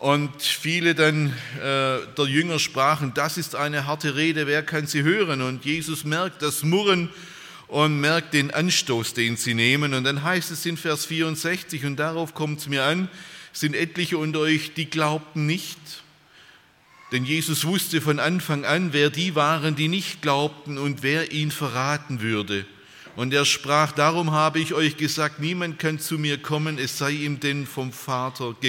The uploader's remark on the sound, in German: bei einer Veranstaltung der Liebenzeller Mission